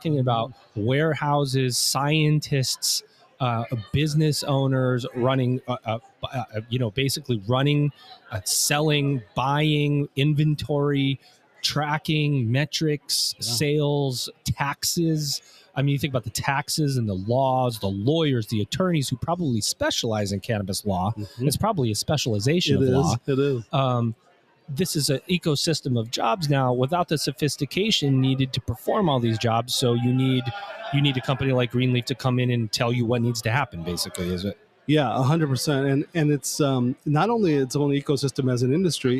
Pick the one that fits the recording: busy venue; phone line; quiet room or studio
busy venue